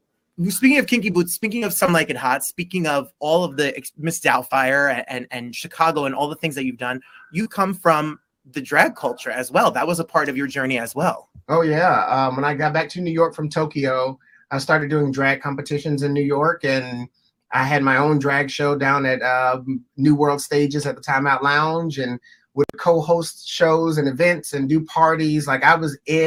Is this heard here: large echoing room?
no